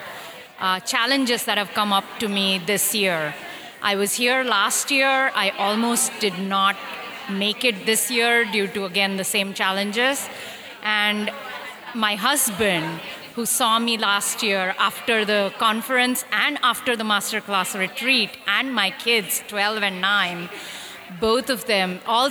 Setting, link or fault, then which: setting, busy venue